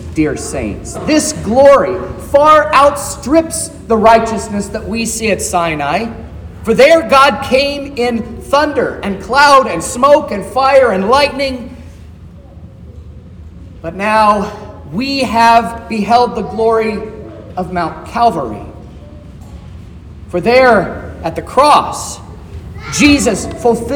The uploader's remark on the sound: This is the sermon preached at Trinity Lutheran Church in Vallonia, Indiana, on Sunday, August 27th, 2023